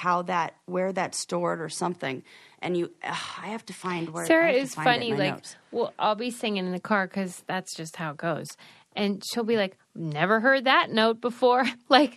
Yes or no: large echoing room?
no